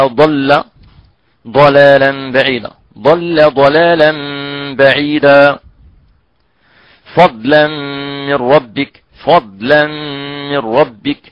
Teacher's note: إذن استثناء يعني ورش رحمه الله من تغليظ اللام المفتوحة المسبوقة يعني بأحد الحروف الإطباق سوى الضاد. فالضاد هنا لا تغليظ للام المفتوحة المسبوقة يعني بالضاد